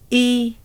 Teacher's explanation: The lips are spread, the tongue tip is in a low position, and the front of the tongue is rising towards the hard palate.